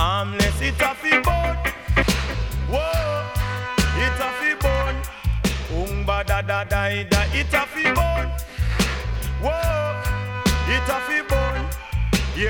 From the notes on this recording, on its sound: Last weekend we through our first Party and we recorded and broadcasted all of our sets live from Swerve Presents Bon Voyage.